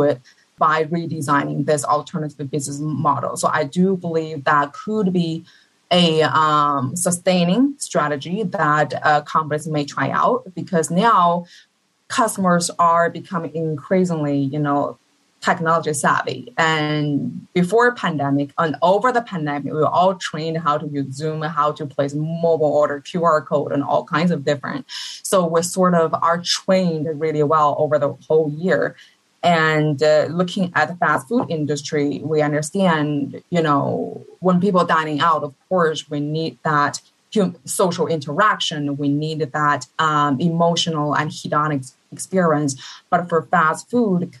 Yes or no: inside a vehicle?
no